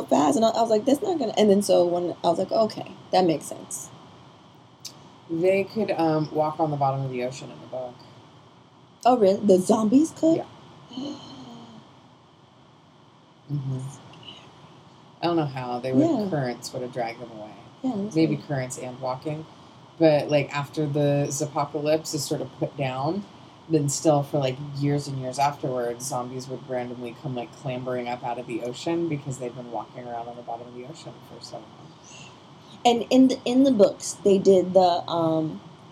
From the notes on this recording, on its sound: apologies for the sound quality!